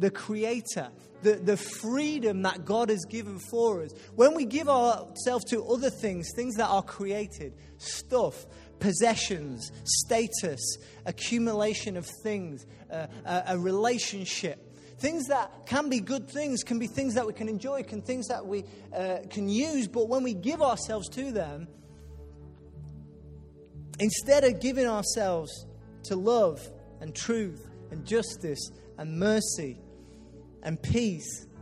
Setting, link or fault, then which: setting, large echoing room